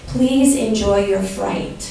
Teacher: Like the ri sound is a combination of L, R, and D. So the Japanese have, you know, they mix up the L and the R sound